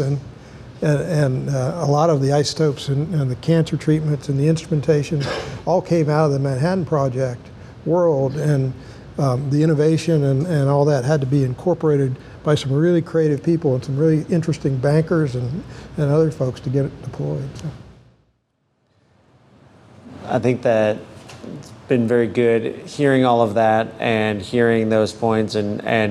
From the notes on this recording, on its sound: A Panel hosted by Energy Transition Finance. A panel at the office opening for Energy Transition Finance and Emerald Operating.